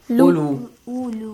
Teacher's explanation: But you gotta pronounce it without waw at the beginning.